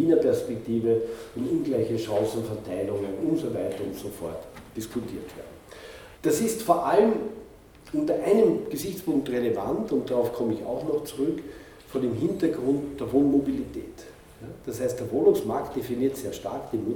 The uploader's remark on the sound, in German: Ausschnitte aus seinem Vortrag, welcher den Beginn des Symposiums stellte